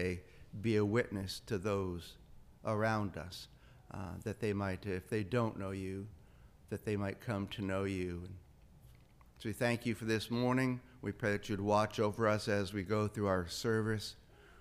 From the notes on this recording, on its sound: This is the audio from the entire service.